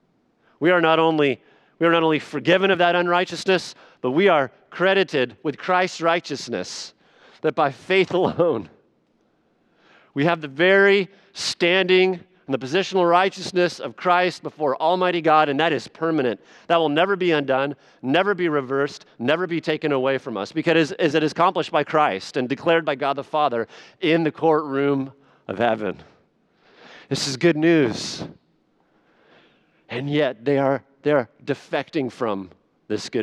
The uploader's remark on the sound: Sunday Evening Worship Service